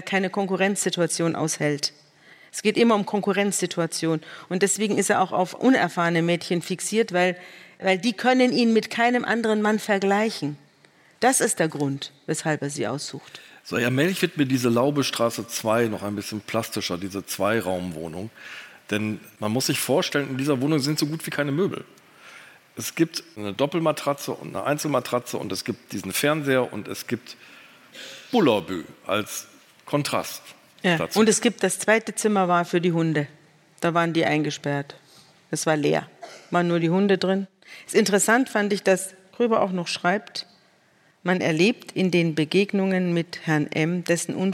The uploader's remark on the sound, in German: vor Livepublikum im Hamburger Schauspielhaus